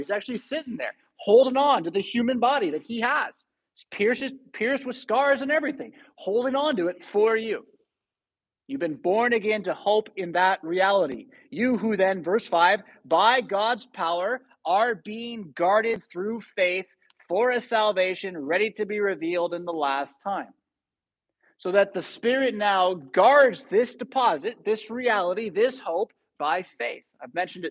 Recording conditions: large echoing room